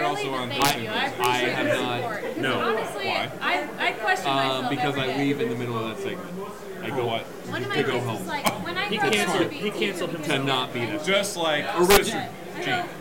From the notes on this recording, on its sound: We went down to Beatrice to hang out at Stone Hollow. The audio's not great (apologies if you're wearing headphones).